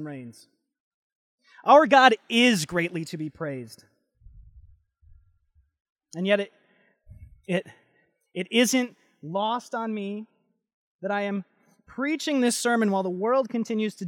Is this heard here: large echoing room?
yes